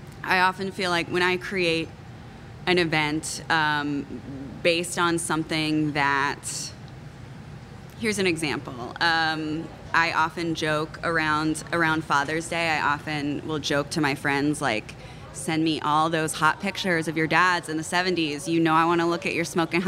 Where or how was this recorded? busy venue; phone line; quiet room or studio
busy venue